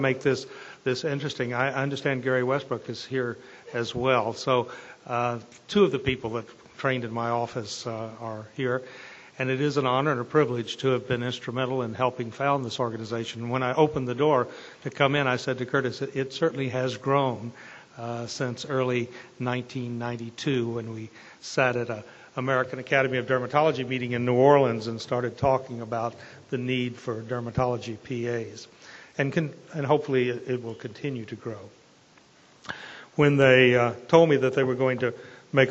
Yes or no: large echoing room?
yes